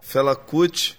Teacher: pronounced in typical Brazilian fashion, with the last syllable almost disappearing